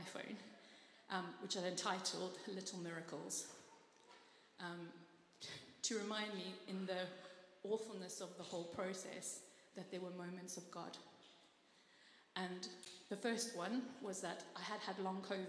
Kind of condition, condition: setting, large echoing room